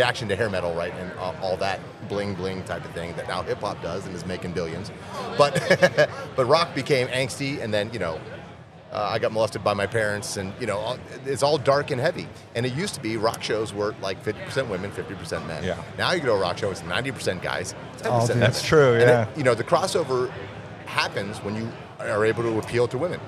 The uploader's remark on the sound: interview from Rock N Pod Nashville 2023